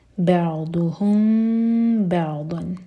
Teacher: میم کو ہولڈ کریں گے لیکن ہونٹوں کو ٹائٹ بند نہیں کریں گے · Term: اخفاء شفی